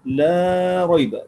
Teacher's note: قرأ حمزة بمد التبرئة لا ريب بالتوسط